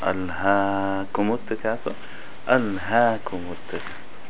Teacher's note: See the alif after the ha? You made it three beats. You want to make it just two.